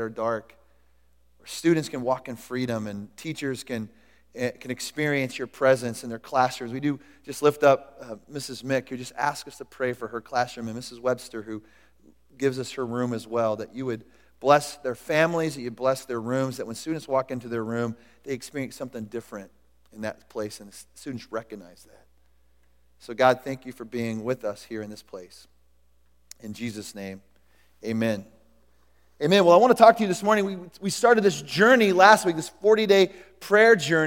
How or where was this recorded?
large echoing room